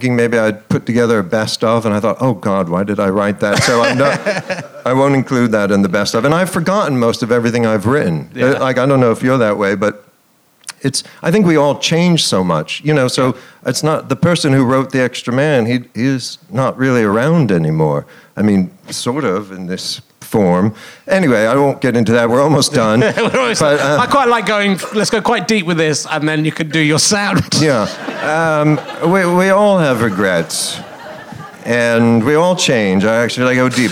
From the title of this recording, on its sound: Leicester Square Theatre Podcast